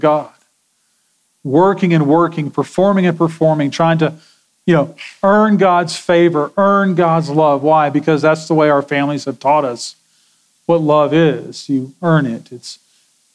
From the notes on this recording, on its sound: Sermon audio from Sunday, February 25, 2024.